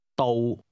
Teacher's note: Here's the Cantonese word for road, which is pronounced with a low level tone.